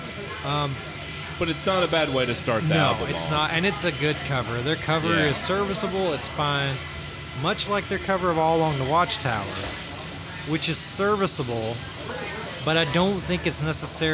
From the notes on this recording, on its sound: Another fantastic live show from White Squirrel Brewery in Bowling Green, KY!